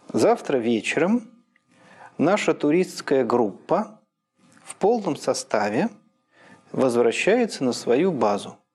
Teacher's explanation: Из них «завтра» не имеет синтагматического ударения, а имеет только обыкновенное словесное. А «вечером» имеет и обыкновенное словесное ударение, и еще синтагматическое. Причем синтагматическое ударение, когда падает на какое-нибудь слово, оно еще ослабляет те ударения обыкновенные словесные, которые встречаются еще в этой синтагме.